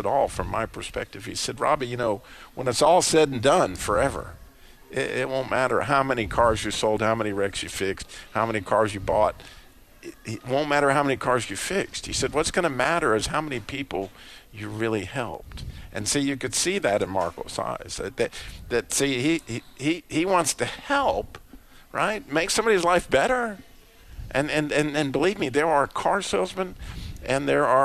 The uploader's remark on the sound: Today's episode is from the Truth Live Day at Modern Chevrolet in Winston Salem NC.